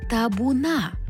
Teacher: Бо наголос падає на останній склад